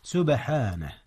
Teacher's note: هناك قلقلة في حرف الباء. نعم، إذ هي ساكنة وهي من حروف القلقلة.